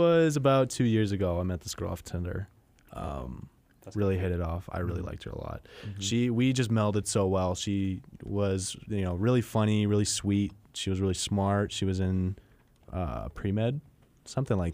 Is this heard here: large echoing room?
no